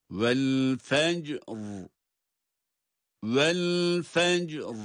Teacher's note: Fecr derken cim de kalkale, ra ise duruş halinde kalın okunan bir durumda. Vel fecr. Ancak burada hem cim harfi cezimli olması hem de ra harfini sakin, yani hareketsiz, cezimli olarak okumamız itibariyle burada iki sakini bir arada okumak biraz dikkat istiyor.